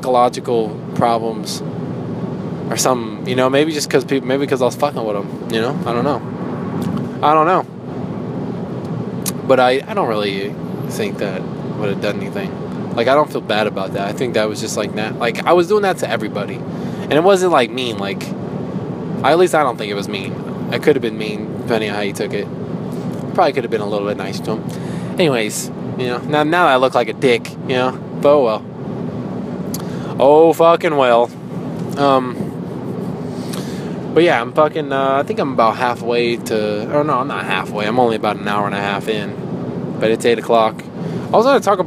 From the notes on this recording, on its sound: I talk in my car